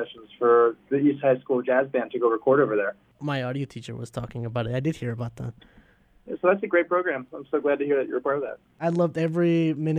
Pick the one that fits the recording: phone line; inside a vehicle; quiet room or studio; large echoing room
phone line